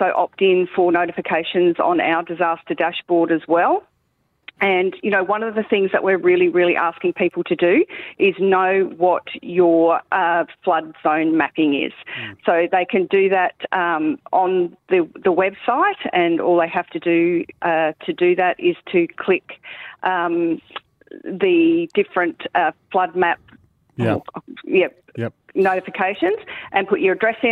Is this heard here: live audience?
no